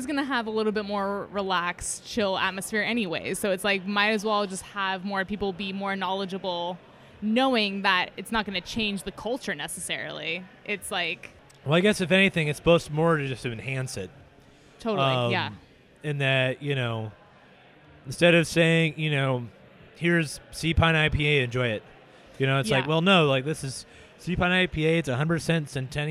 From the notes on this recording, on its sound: We recorded in the brewery while drinking Seapine's doppelbock, Monk's Meal.